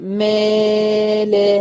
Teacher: تمام، اقول مال، اهي الالف المادية هنا مرققه لانها سبقت بحرف الميم، والميم من حروف الترقيق